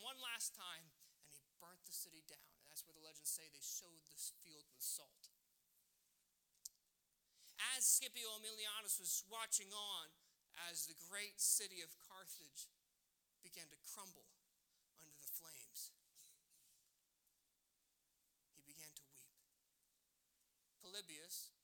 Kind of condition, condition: setting, large echoing room